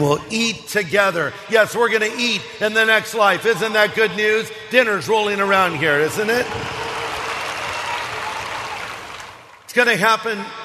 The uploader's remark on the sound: This message was originally preached in 2012 at the Harvest Crusade held at Dodger Stadium in Los Angeles, CA. 61,000 people attended this crusade over two days.